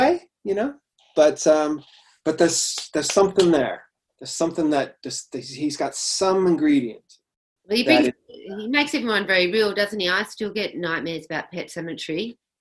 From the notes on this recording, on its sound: This is a live recording of an online event hosted via Zoom during the Covid-19 crisis.